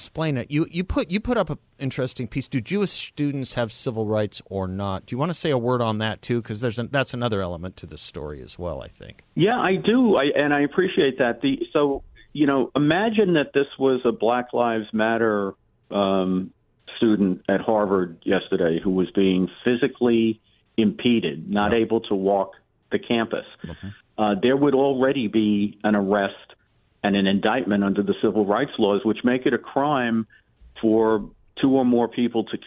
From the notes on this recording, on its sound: joins the show by phone